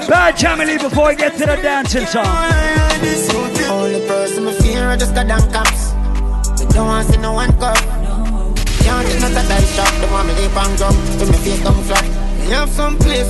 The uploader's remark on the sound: LIVE AUDIO: ISLAND SATURDAYS 90s VS 2000s BASH PT2